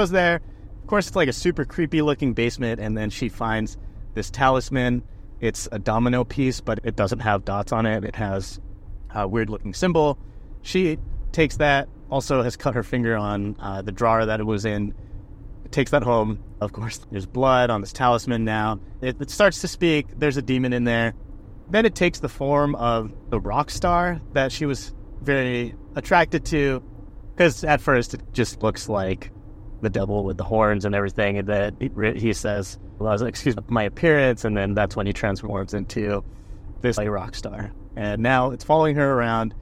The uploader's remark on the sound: I recorded in the car